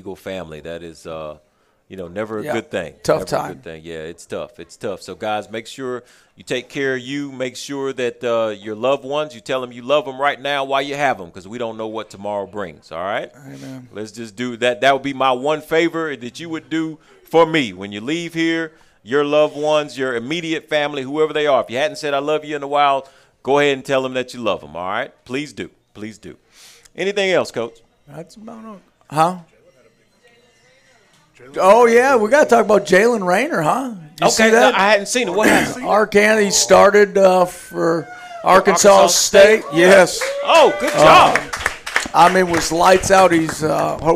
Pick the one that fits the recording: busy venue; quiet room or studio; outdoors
busy venue